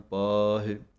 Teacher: ਪਾਹੇ ਲੰਮਾ ਕਰਕੇ ਬੋਲਣਾ ਹੈ ਪੱਪੇ ਦੇ ਕੰਨੇ ਨੂੰ, ਅਤੇ ਹਾਹੇ ਦੀ ਸਿਹਾਰੀ ਨੂੰ ਇਸ ਤਰ੍ਹਾਂ ਬੋਲਣਾ ਹੈ ਹੇ।